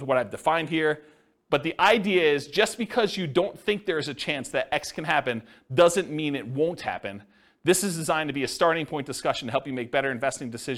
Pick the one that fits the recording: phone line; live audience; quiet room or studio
live audience